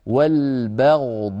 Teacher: والبغضاء نرقق الباء ونفخم الغين